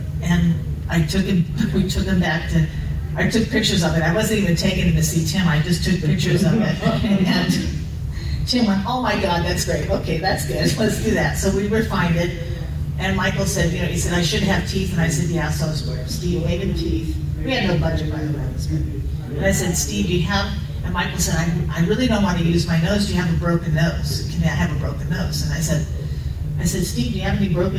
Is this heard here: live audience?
yes